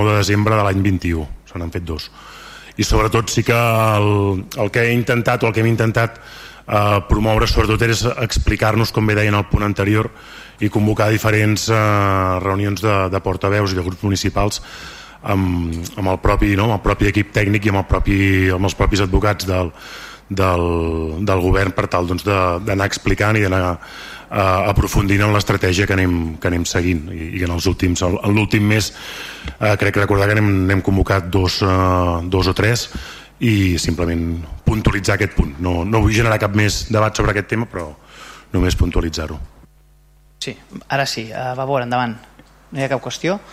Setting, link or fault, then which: setting, large echoing room